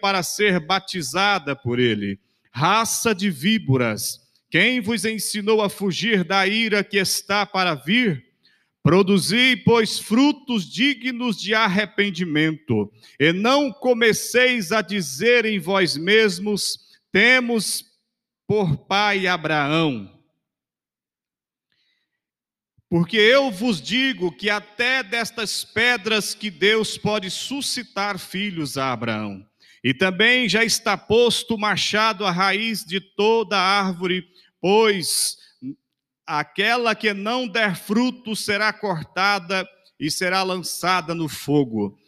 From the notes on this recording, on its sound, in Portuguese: CULTO AO VIVO 19H30. Igreja Batista Nacional Central.